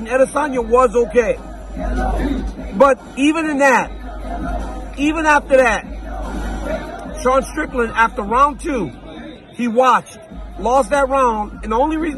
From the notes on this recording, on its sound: LIVE from the octagon in Sydney, Australia.